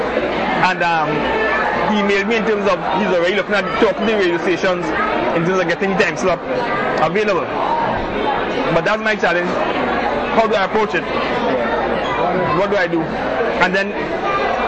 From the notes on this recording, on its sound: Recorded in a Cracker Barrel restaurant.